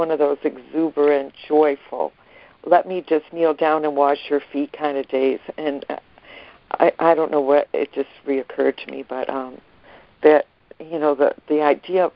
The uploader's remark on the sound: ACIM Daily Conference Call